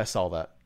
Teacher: I think I add an L to saw · Term: light L